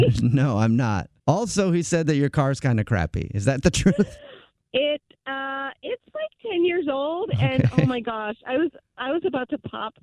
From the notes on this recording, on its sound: In this Phone Prank!